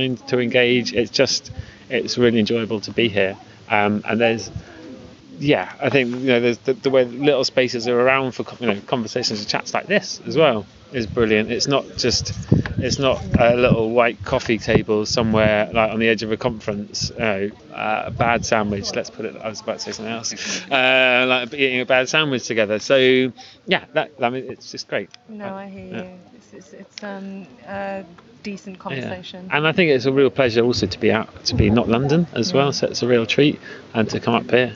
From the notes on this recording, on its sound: Throughout the episode we have included a collection of short interviews from participants and audience members at the festival.